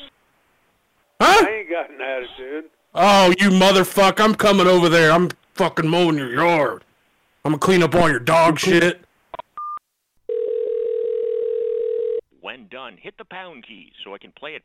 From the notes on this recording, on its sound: We make calls to the adult phone lines and random people using the scumbot.